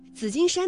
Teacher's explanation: 紫金山的紫是平舌音姿加上韵母一，读音呢为三声